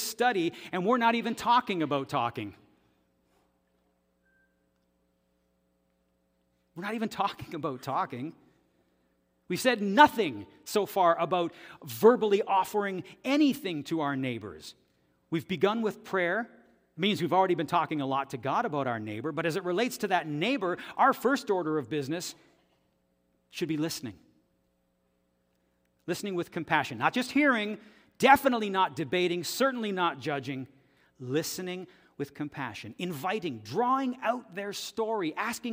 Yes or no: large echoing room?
yes